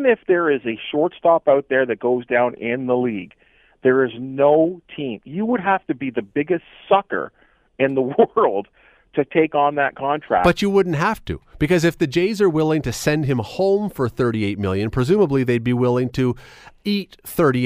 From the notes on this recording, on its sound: opens up the phone lines